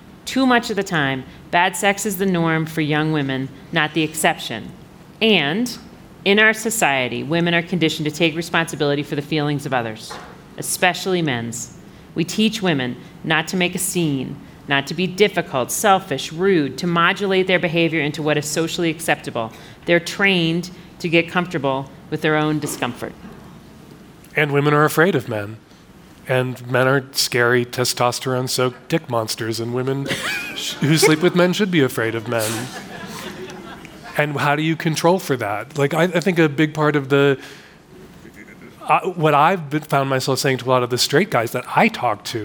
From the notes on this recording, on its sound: In this panel from the 2023 Aspen Ideas Festival. Moderates the conversation and carefully chooses questions from the audience.